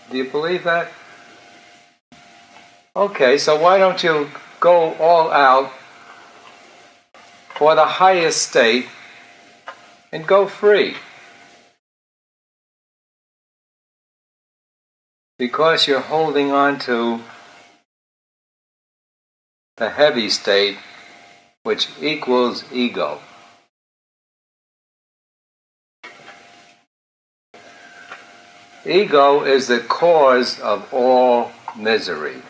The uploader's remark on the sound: I cleaned up the audio a bit as the original was noisy.